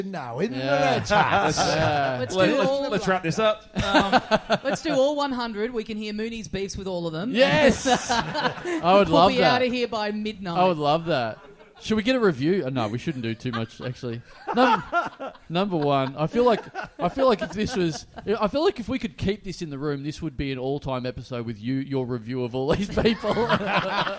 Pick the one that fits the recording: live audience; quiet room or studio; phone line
live audience